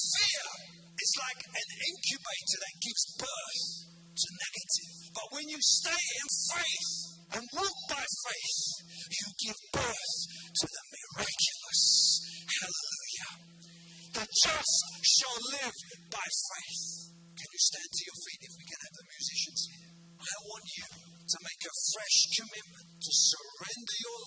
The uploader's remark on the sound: preaching at a Church in Thailand